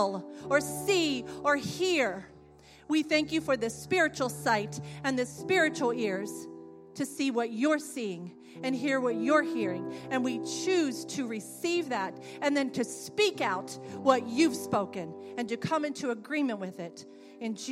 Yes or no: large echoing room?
yes